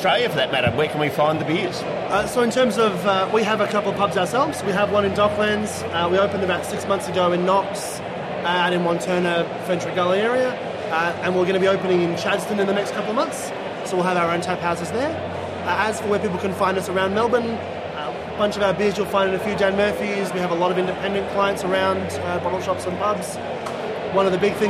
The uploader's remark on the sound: interviews from the Williamstown Beer and Cider Festival